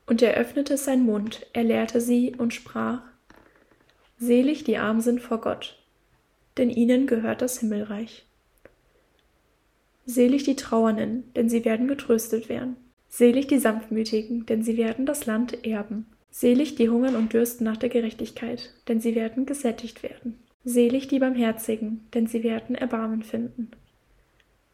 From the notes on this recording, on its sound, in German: Sorry für die Hintergrundgeräusche